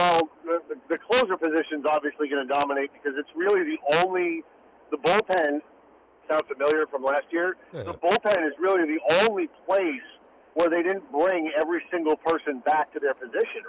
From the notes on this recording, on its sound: calls